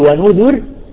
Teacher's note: وقف على الراء الساكنة مرققة حتى يعرف السامع الذي يسمع القرآن أن أصل هذه الكلمة فيها ياء